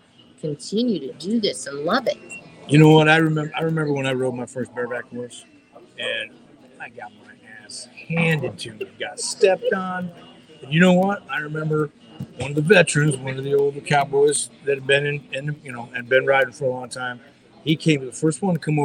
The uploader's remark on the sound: Live at The Broken Spoke Saloon